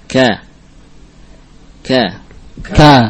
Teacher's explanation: Walaupun dia juga bersifat syiddah, ya. Ada i'timad yang kamil, ada tekanan yang sempurna pada makhraj kaf.